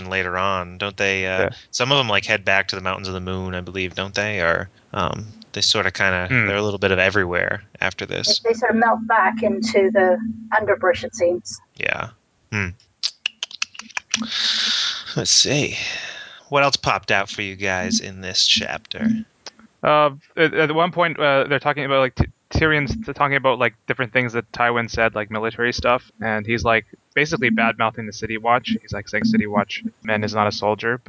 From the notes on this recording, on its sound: Sorry for the poor audio quality in this episode.